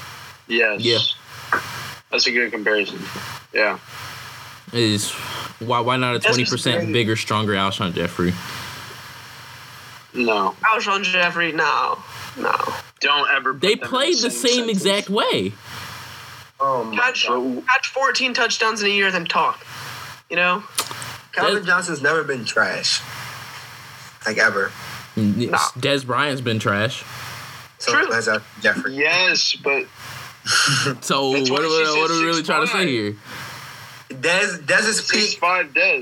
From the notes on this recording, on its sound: Our apologies for the audio; we are still in the process of trying to figure out how to produce the best product possible from across the country!